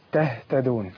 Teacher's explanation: فإذا ما همس الهاء مش هتظهر